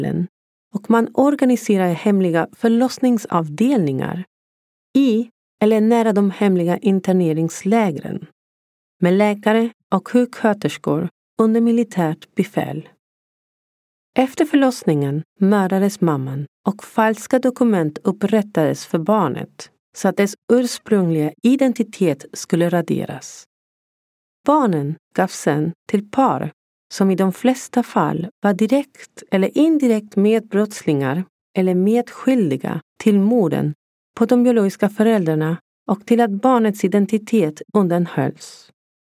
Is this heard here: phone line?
no